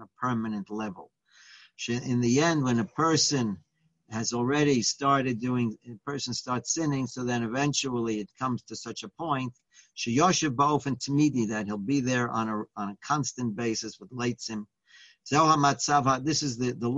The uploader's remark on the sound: Live On Zoom